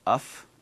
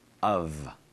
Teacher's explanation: Notice it ends with a V sound, not an F sound. · Shown in: second take · It's not uff, no, of.